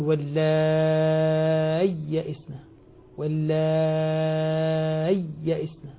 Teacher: وبما أن الياء ساكنة طبعا يمد ما قبلها ست حركات مدا لازما